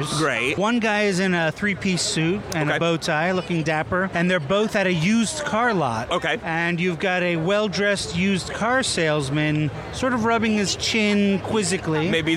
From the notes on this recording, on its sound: Live at Los Angeles Comic-Con